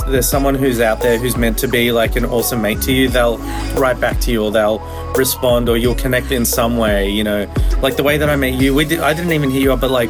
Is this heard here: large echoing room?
no